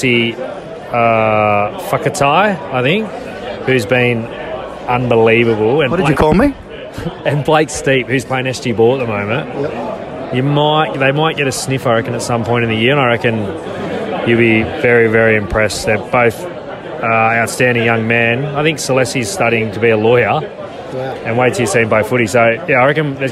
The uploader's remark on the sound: In this week's episode we caught up with some of our star players live from the season launch for 2024.